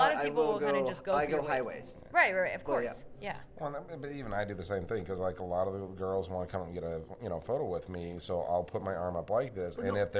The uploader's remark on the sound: This was record the last day of Wondercon near the end of the convention. Sorry about the noise, it is hard to find a quiet spot at a convention.